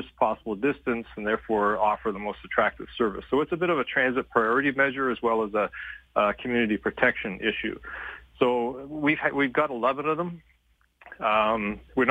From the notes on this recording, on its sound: A manager with Calgary Transit, called into Calgary Today to set the facts straight.